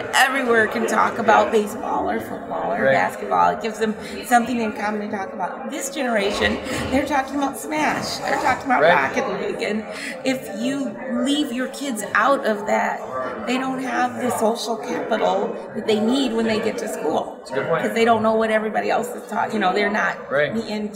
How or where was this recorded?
busy venue